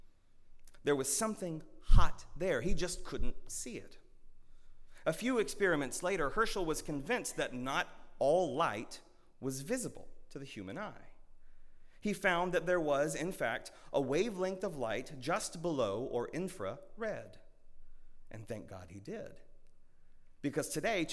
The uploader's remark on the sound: At Northminster Church on January 19, 2020.